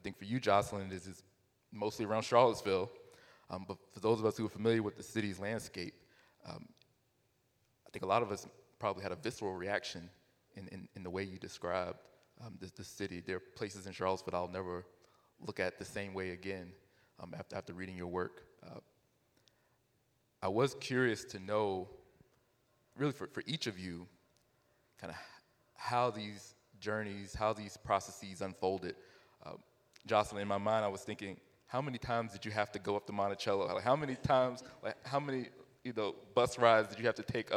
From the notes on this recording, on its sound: 2022 Va. Festival of the Book. Take center stage at this Festival headliner event.